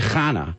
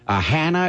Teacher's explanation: in English there is no real pronunciation of the Cha, so all the Chas become Ha · Term: Cha sound